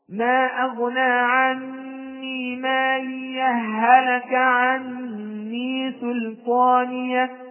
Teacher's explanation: لأن في الوصل استمعت عندنا هاءان، الأولى ساكنة والثانية متحركة، فأدغم الثاني في الأول وصارت هاء واحدة